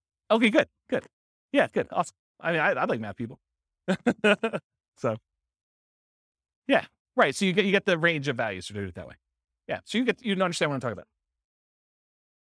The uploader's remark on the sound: This was a live class recorded.